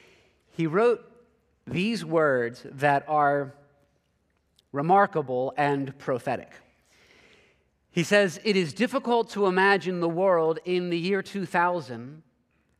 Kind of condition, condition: setting, large echoing room